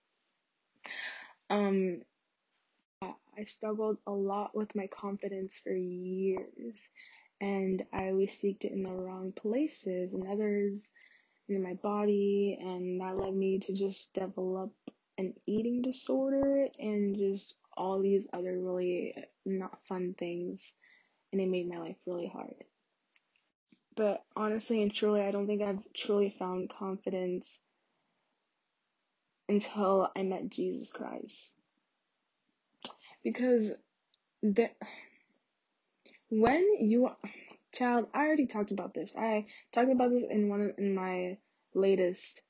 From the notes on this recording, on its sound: sry y'all the audio is pretty trash in this one